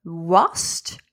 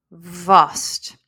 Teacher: So this might sound very similar, but if you listen clearly, you will hear the difference between a drier W and a V